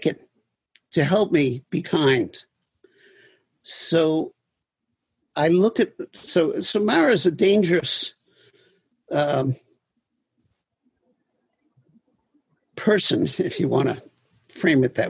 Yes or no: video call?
yes